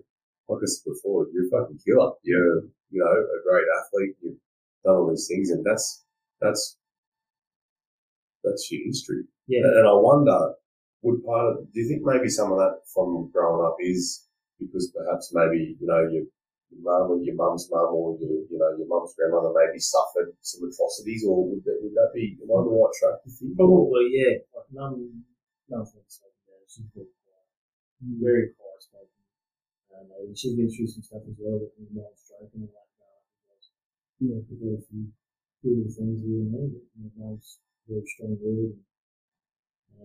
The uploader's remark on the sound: We've struggled with audio on this one. We have found its better with headphones on.